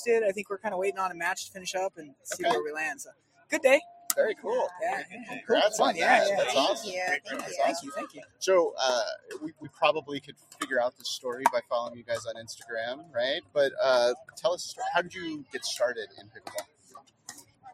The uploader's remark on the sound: Shamrock Open Live Day 2. Live episode of the Third Shot Podcast with various special guests.